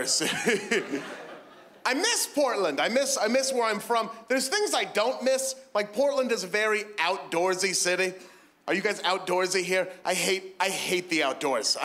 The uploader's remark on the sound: stand up from the Just For Laughs Festival in 2015